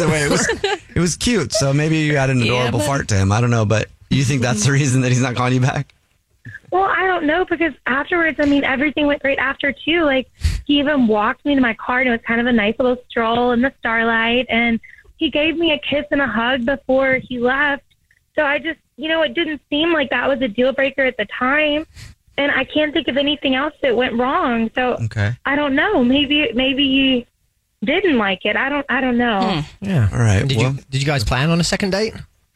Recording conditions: phone line